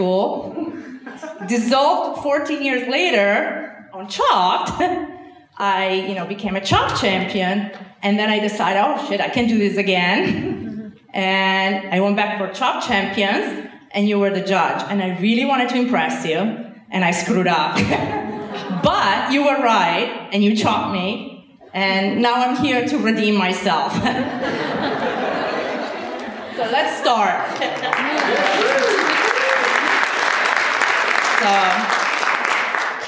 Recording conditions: live audience